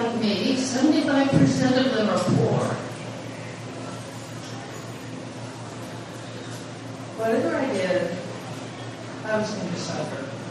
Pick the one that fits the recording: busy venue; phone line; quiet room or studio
busy venue